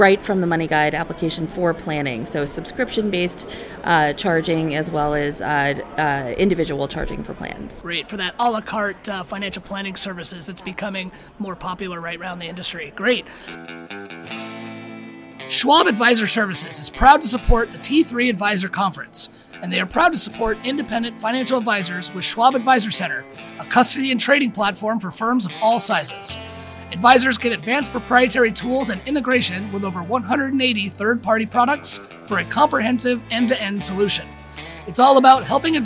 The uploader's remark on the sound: Special episode from T3. Straight from the conference floor of T3.